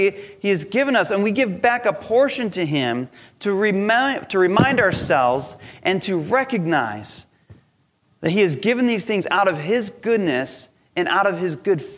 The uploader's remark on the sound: Recorded from our Sunday Service Live Stream.